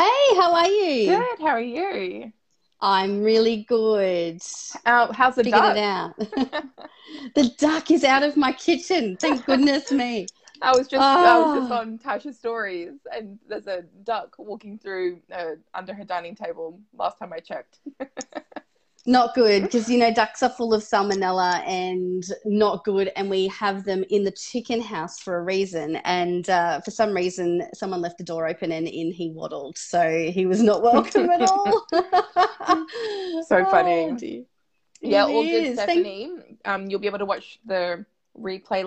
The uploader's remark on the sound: from our live Facebook chat during the Aussie Mums' Mental Health Virtual Event